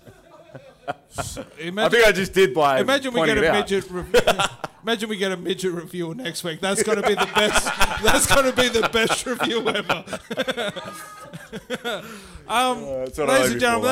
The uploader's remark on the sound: LIVE SHOW #2 EP0023 Fringe Perth 2021